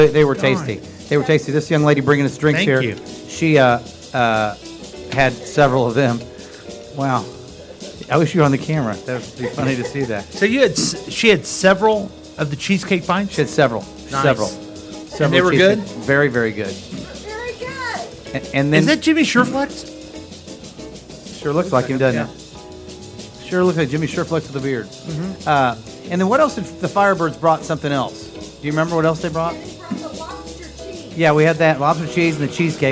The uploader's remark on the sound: Live from The Lakewood Local